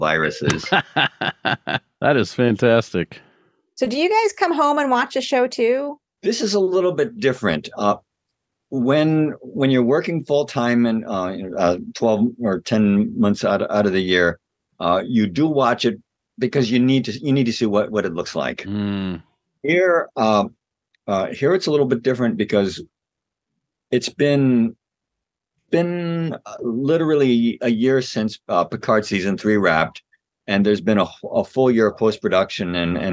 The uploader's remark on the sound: We were thrilled to have them in our Zoom studio.